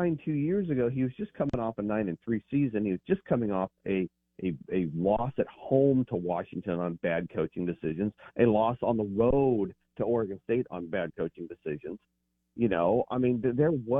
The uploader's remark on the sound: Joins the show on the Farm Bureau guest line talking bout the best graded coaches live in the BankPlus Studio.